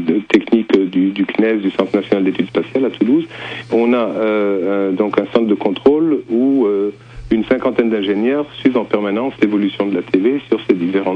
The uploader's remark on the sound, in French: (par téléphone)